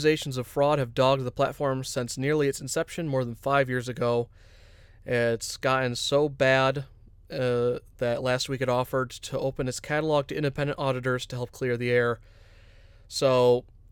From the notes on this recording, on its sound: we’re back in the van alone